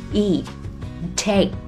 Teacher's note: 接下来的 eat 和 take 结尾的 t 和 k 都可以停一拍不发声